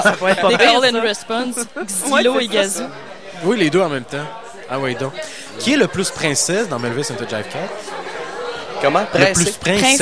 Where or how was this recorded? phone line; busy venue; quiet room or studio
busy venue